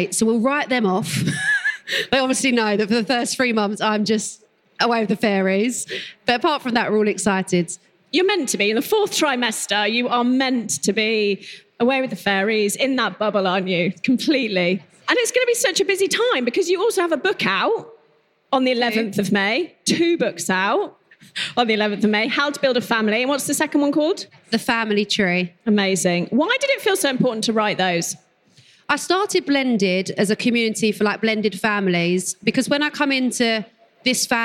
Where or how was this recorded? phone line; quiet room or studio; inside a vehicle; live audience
live audience